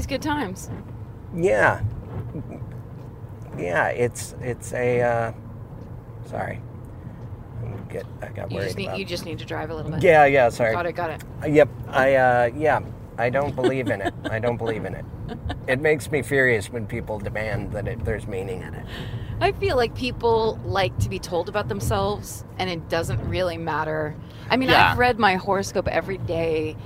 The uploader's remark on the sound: Back in the car again. Night time driving, loud sirens, dangerous wet road conditions. More than periodically looking down to make sure the levels are stable.